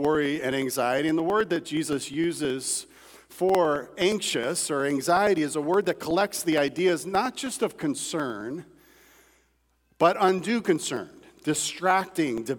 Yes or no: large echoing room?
yes